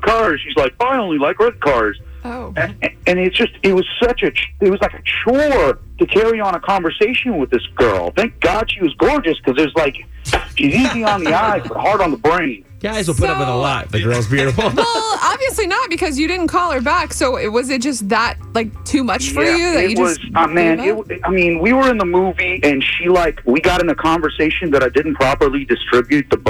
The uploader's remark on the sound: get him on the phone